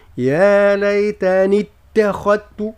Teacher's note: ثم حذاري من تفخيم التاء، يعني يا ليتني التاء خاء، يعني التاء رقوها والخاء فخموها